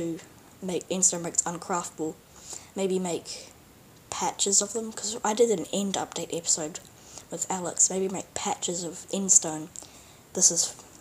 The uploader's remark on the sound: Sorry if I'm a little quiet, I recorded this quite late.